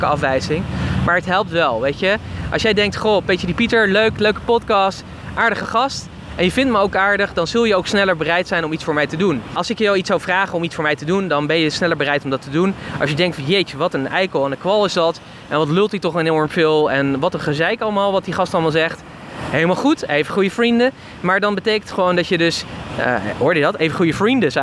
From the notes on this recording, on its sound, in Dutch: De podcast is opgenomen op het strand in Florida.